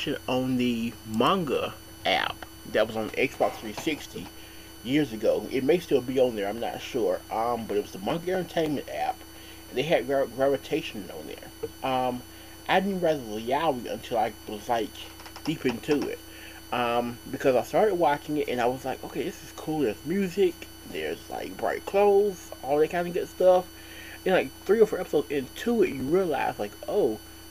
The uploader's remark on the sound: Sorry for the weird noise in the background.